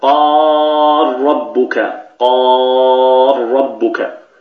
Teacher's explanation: فهنا ننطق براء مشددة، تدغم اللام في الراء فيصير النطق براء مشددة · Term: الإدغام الكبير